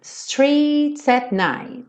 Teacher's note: Aqui ele alonga um pouquinho o streets, então o at fica bem pequenininho.